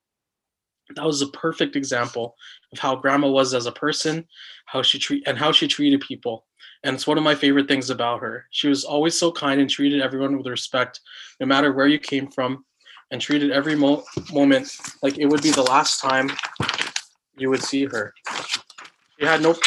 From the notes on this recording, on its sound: I was given the opportunity to share my prayer and reflections of our time together virtually with our family over Zoom.